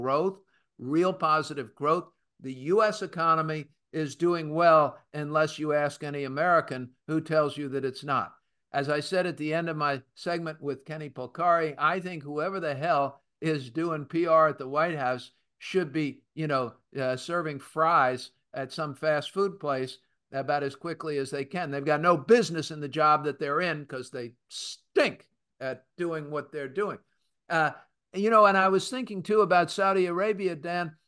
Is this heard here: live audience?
no